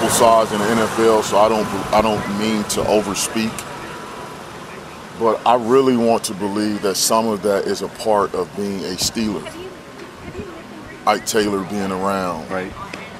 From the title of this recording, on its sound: In the Locker Room Live from Steelers Camp Day 9